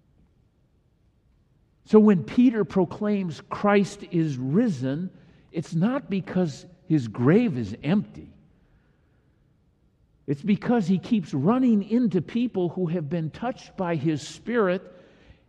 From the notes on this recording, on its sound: delivered during the Traditional Worship service.